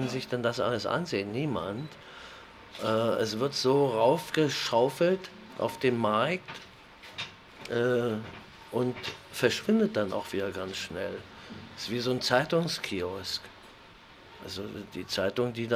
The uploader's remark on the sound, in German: Das Interview entstand auf dem Filmfestival Max Ophüls Preis 2011 in Saarbrücken.